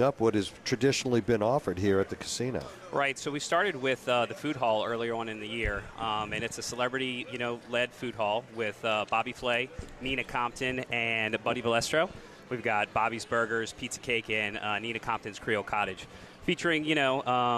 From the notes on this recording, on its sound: broadcasting LIVE from from Caesars New Orleans!